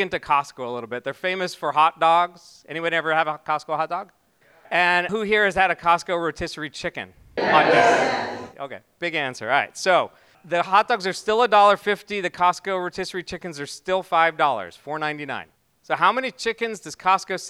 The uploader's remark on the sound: This week is a recording of Demo Day from Fledge14, the conscious company accelerator in Seattle.